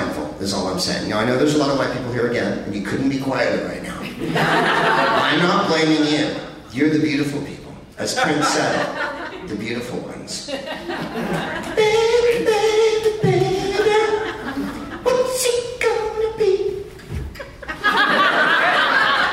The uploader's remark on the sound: Live from the Tacoma Comedy Club in Tacoma